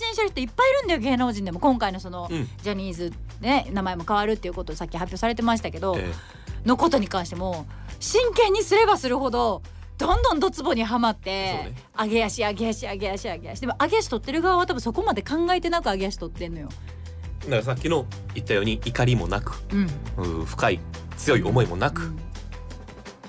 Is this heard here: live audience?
no